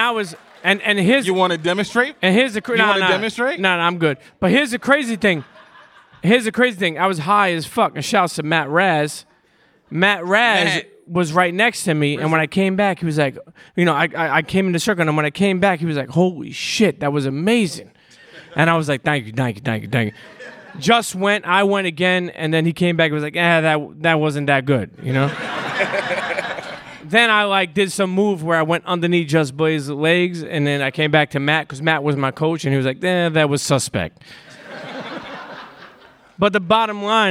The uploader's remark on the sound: After that episode dropped, we invited Reggie’s friends, family, and colleagues to record a live show at the BRIC Ballroom in Brooklyn.